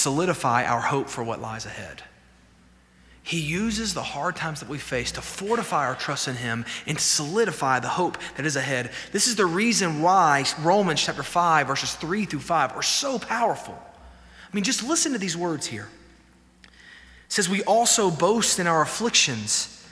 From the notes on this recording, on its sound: This sermon was delivered on May 31, 2023 at First Baptist Church Hendersonville, NC during the Wednesday night Bible study hour.